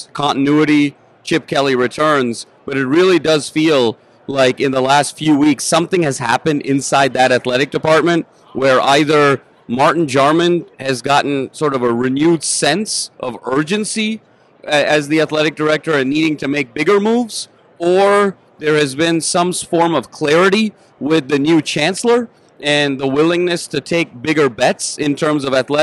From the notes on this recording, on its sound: live on Radio Row in Las Vegas